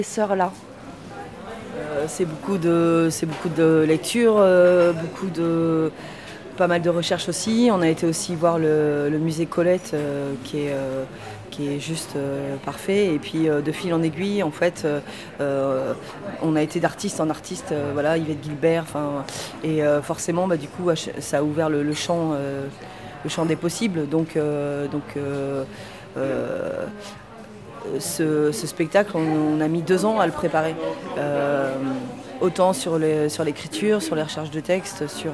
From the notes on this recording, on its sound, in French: Nous sommes parties au festival des arts de rue : Chalon dans la rue, à la recherche de spectacles féministes.